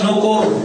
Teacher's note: لما اقف عليها هسكن هفخم الراء